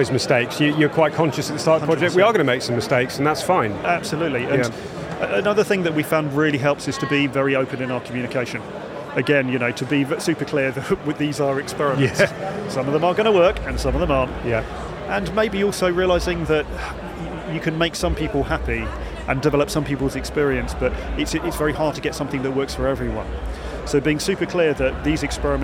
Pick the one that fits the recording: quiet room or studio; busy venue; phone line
busy venue